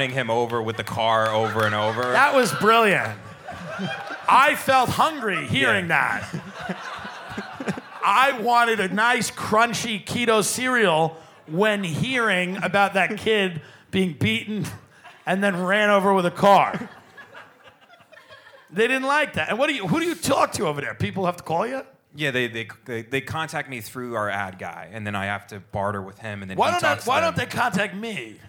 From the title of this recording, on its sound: Live From Cleveland